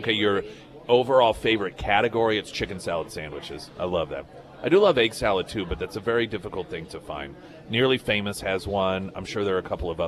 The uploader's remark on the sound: live at Scramblers Diner